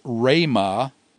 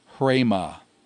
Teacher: So it's rhema, not hrema. You don't add an H sound to the beginning of a rho initial word. · Shown in: first take